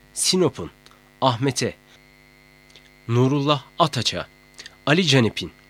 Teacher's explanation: Sert ünsüzlerle biten bir özel isme ünlü ile başlayan bir ek getirildiğinde, sert ünsüz söyleyişte yumuşar. Ancak özel ismin yazımı değişmez. · Term: ünsüz yumuşaması